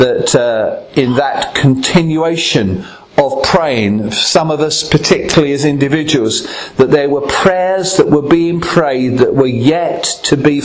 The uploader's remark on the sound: Recorded at Ashingdon Elim Pentecostal Church.